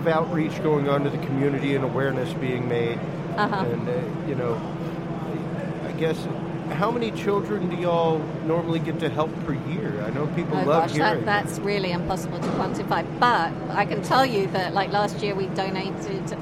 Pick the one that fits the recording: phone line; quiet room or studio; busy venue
busy venue